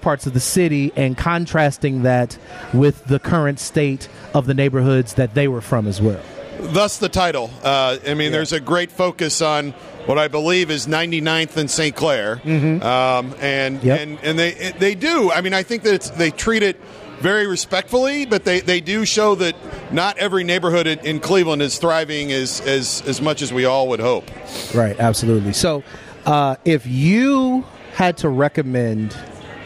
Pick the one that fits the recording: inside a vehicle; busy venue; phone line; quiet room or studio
busy venue